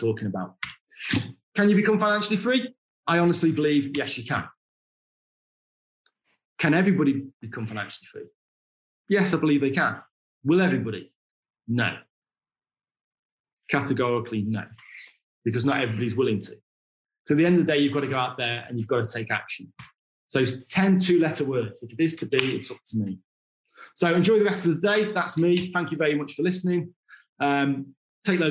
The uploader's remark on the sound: Our podcasts are usually recorded live at our weekly online meetings and broadcast around the world! Over at ASANA Connected for their Wealth & Property Summit.